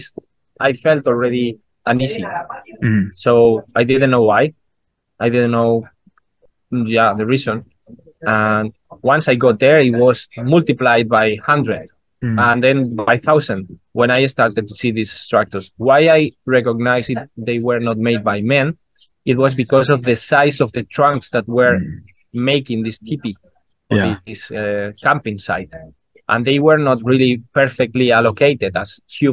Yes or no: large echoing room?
no